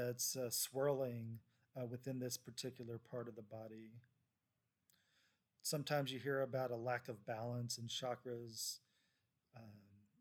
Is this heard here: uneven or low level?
yes